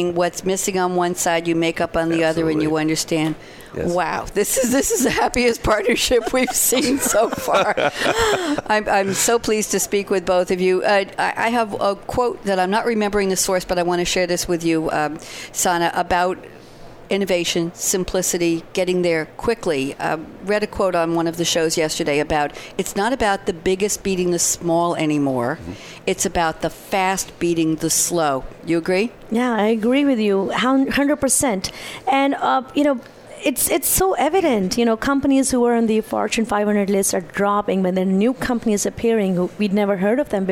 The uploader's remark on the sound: Live from Sap Sapphire Now 2017.